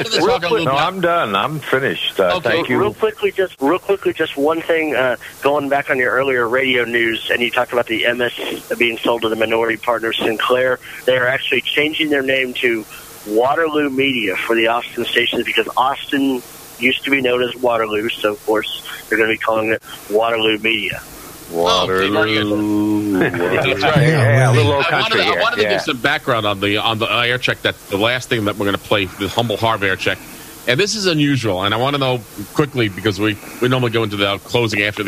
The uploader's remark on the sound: take your live calls